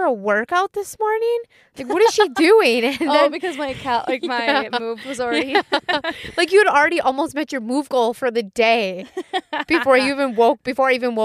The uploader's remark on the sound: We took it as mobile as we could get and recorded a short epi in the Starbucks parking lot.